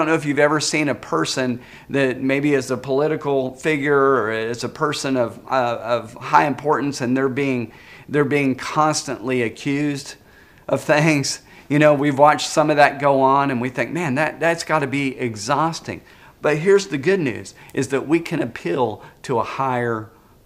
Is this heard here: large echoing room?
yes